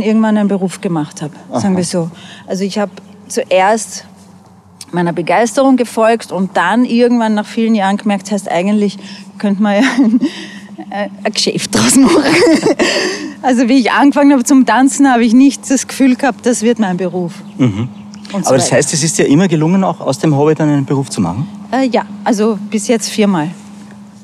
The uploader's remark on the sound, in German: Haben die beiden den Podcast kurzerhand im Gehen aufgenommen. Sie sind eine Stunde lang durch den Park des Schlosses Schönbrunn in Wien gewandert und haben sich dabei aufgenommen.